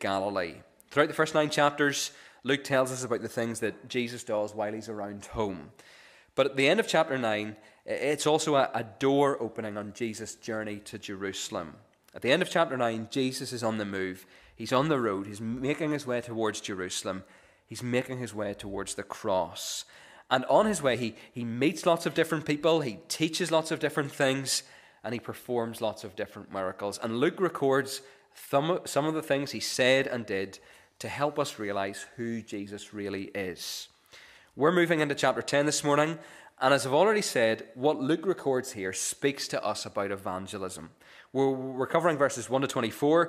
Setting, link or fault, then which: setting, large echoing room